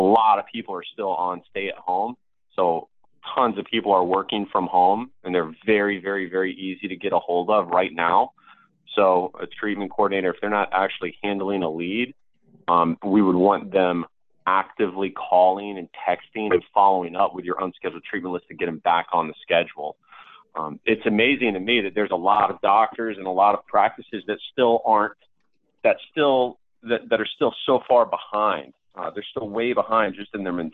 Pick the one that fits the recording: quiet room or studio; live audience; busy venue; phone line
phone line